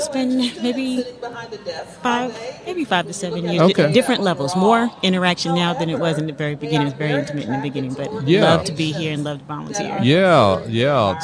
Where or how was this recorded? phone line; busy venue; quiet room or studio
busy venue